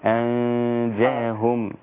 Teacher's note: إخفاء مع الجيم، مش أظهر النون، بخفي النون، ما أقولش أنجاهم، لا أقول أنجاهم.